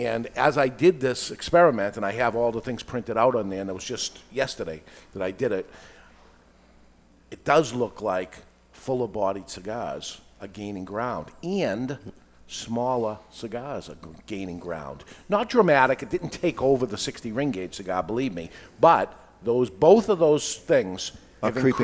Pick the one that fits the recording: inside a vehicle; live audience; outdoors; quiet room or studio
live audience